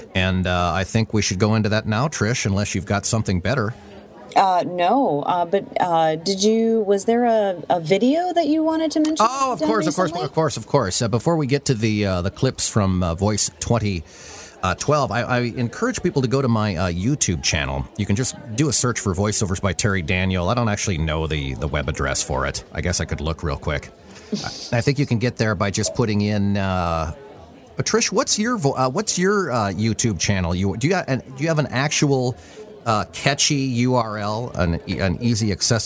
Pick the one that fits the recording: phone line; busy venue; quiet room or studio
busy venue